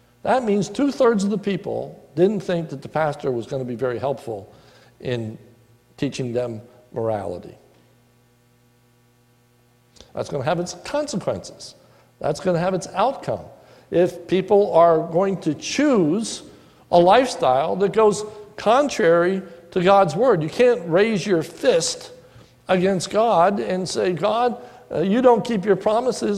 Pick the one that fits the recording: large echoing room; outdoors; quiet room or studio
large echoing room